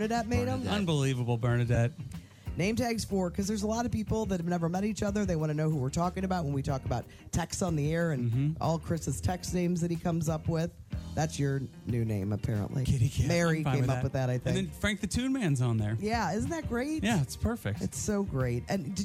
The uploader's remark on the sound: Live From Shamrock Donuts